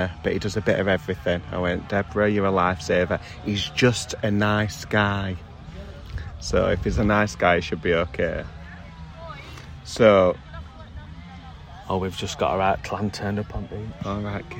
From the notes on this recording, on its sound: We are coming to you live from the beach in Alcudia!